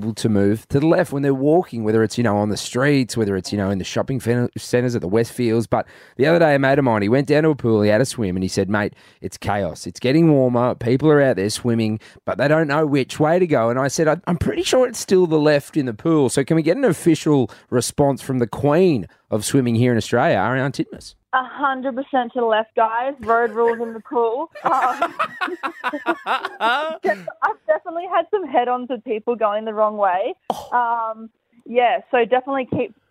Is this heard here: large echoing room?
no